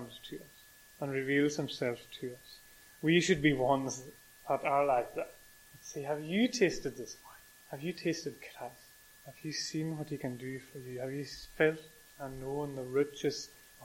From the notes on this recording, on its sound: recorded at North Harris Free Church on the evening of Sunday 10th July 2022